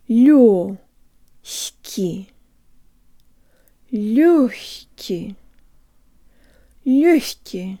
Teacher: make sure your tongue is high before you start pronouncing the г or the х sound in хки